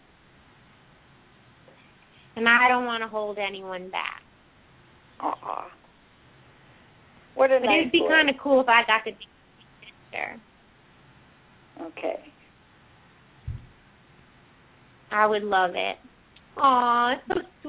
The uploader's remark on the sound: open up the lines for listeners to call